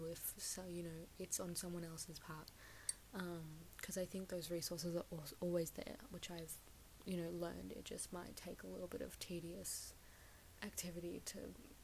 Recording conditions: uneven or low level